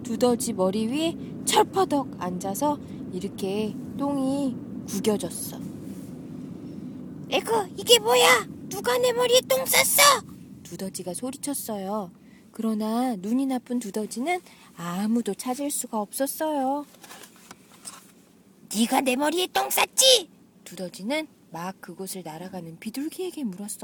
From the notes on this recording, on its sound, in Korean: 부모님 댁으로 가는 차 안에서 녹음한 겁니다.